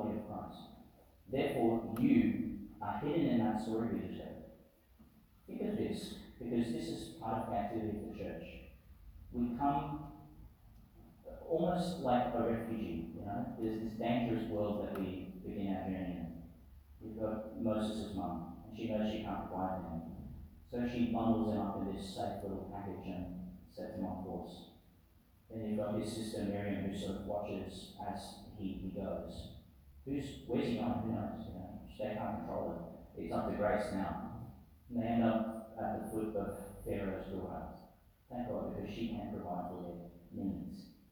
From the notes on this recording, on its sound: delivered in St Patrick's Church, Emerald